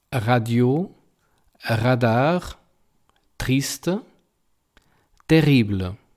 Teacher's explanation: R. Es una R que rasca en la garganta.